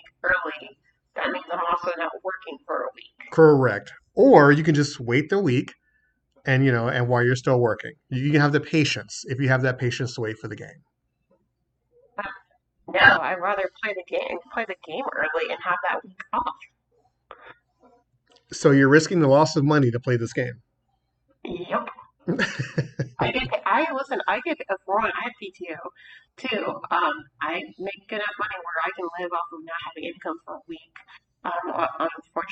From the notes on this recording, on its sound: WE APOLOGIZE FOR THE AUDIO ISSUES.